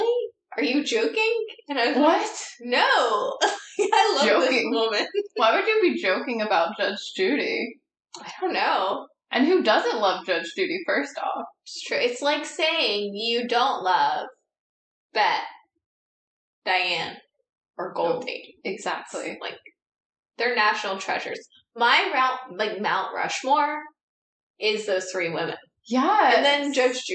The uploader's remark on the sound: Note: sorry for the audio quality, the mercury retrograde really took a toll on us!